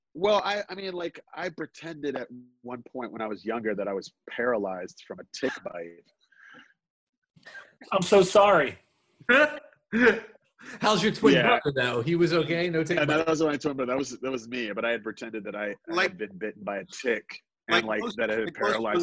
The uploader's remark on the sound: Two stories recorded for a live ZOOM Audience.